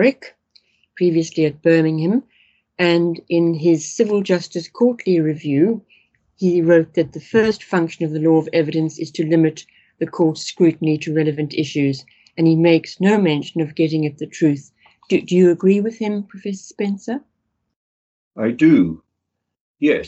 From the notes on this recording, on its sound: The interview was recorded online